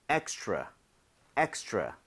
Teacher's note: 여러분들이 R 발음을 혀를 제대로 당겨서 하고 있다면 extra처럼 치읓 비슷하게 소리가 날 겁니다